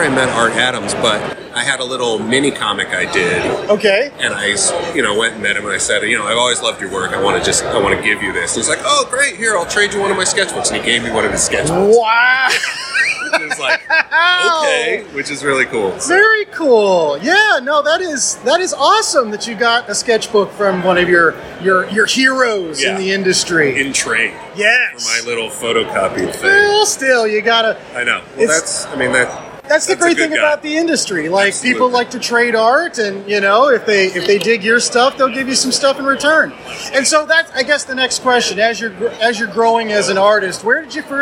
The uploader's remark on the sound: 3 Rivers ComicCon Interviews